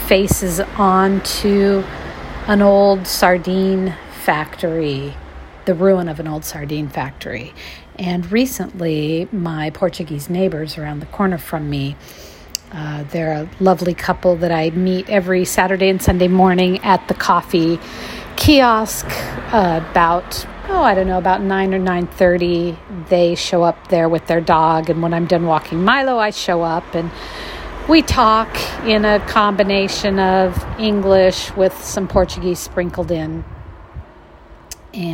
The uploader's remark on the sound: Audio vignette featuring traffic. The defunct sardine cannery.